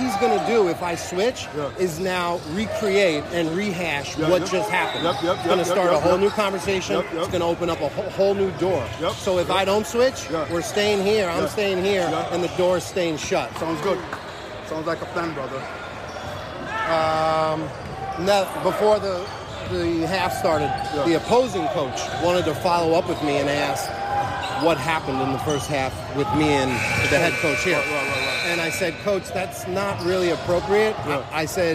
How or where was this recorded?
busy venue